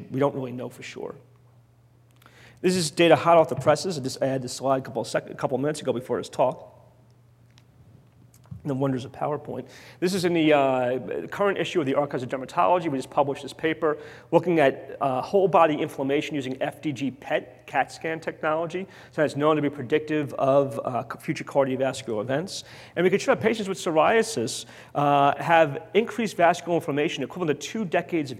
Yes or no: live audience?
yes